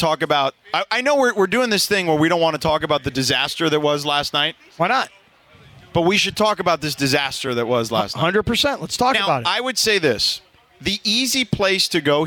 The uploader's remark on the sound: Live From Solitas! Down at Solita in Anaheim for Cinco de Mayo!